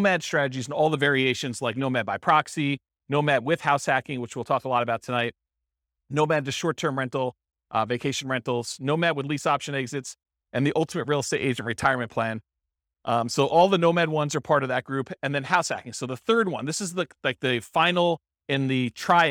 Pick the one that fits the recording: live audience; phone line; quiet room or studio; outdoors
live audience